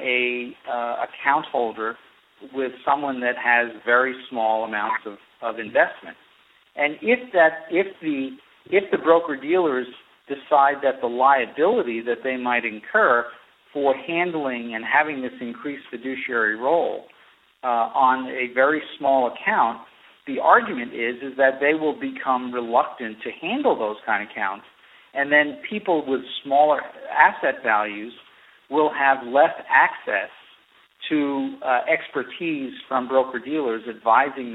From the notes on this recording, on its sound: via telephone